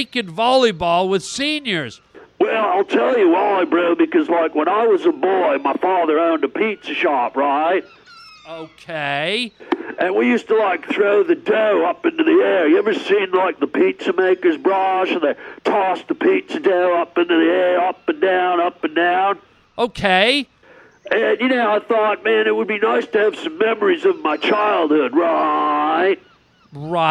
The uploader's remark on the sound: Listener phone calls!